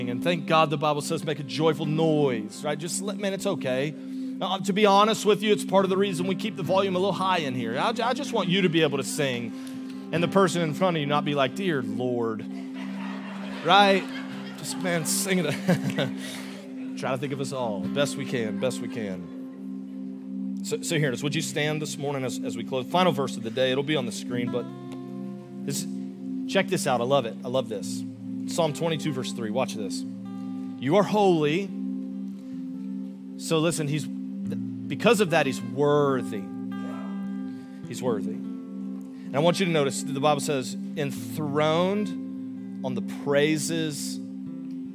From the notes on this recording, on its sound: Augustine, Florida. Recorded live on December 3, 2023 at Church On The Rock.